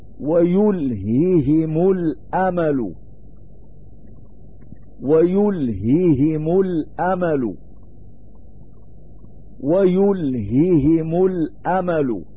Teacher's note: يجب على القارئ أن يتلفظ بالهائين تلفظا بطيئا ويفكهما فكا متقنا من غير عجلة تذهب بإحدى الهائين، ودون زيادة في بيانهما، فإن الزائد ليس ببيان. إن مثل